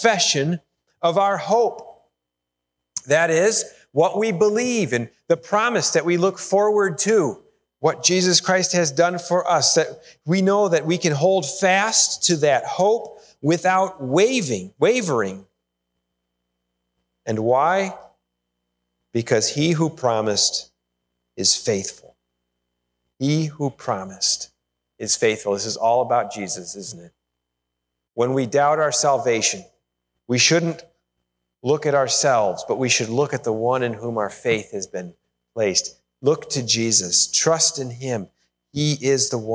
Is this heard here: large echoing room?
yes